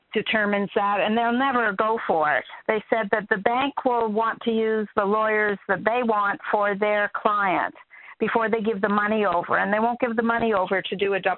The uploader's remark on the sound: Q&A Call.